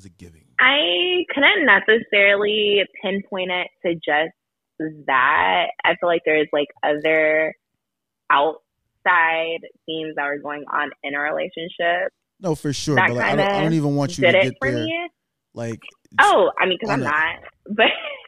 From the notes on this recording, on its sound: phone a friend